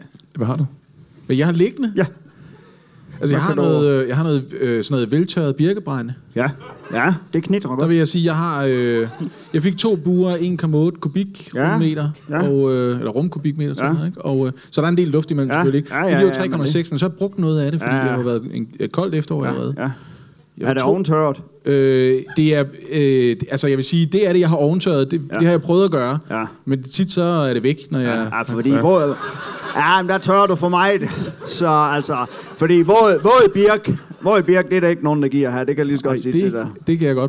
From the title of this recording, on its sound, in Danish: LIVE fra Comedy Zoo i Aarhus